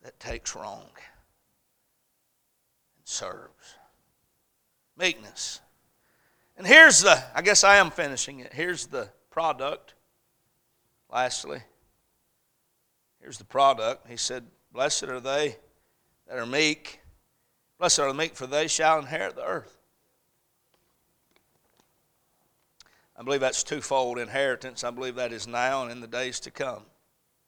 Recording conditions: large echoing room